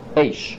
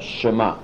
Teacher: If the shvo would end the syllable, right, you would say eish or ish, not eisha, but eish. Okay, so if a shvo ends a syllable, it's a short one, eish. If it starts a syllable, it's a long shvo, shema.